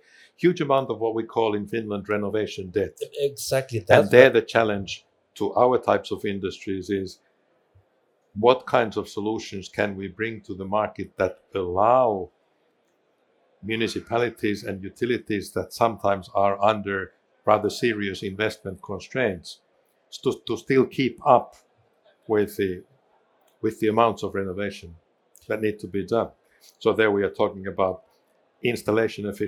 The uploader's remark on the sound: Recorded at World Water Congress 2022, in Copenhagen, Denmark